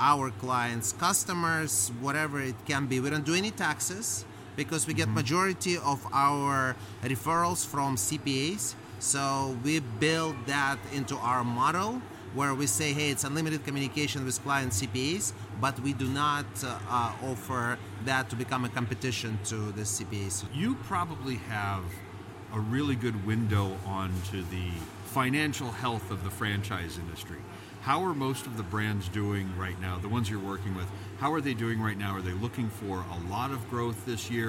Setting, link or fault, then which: setting, busy venue